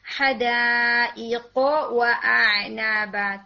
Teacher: Even word حَدَائِقُ اس میں نا آپ کا قو کی آواز یعنی حَدَائِقَ قا کی طرف جا رہی تھی، قا نہیں، حَدَائِقُ وَأَعْنَابَ. تو قو کی ساؤنڈ جو ہے وہ آپ کی تھوڑی ہیوی ہونی چاہیے